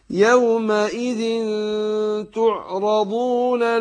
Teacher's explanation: فتخفى النون عند التاء مع الغنة حركتين يومئذ تعرضون لا تخ وأقول لا تخفى تخفى لا تاء تخفى